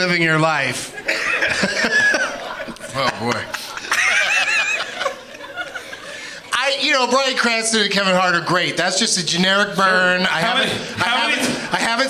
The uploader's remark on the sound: Live from Hyena's Comedy Club in Dallas